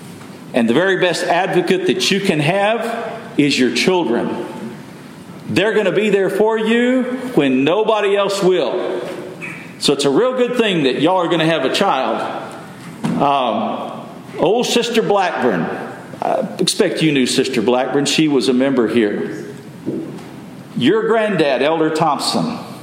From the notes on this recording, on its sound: Message delivered Sunday, September 17, 2023 at Mt Carmel Primitive Baptist Church, Bel Air, Maryland.